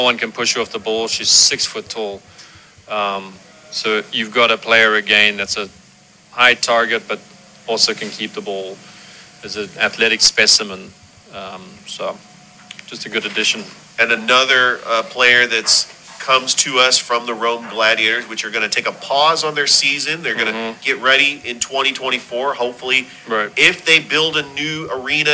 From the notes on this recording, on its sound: Live from Ivy Park Sports Bar and Grill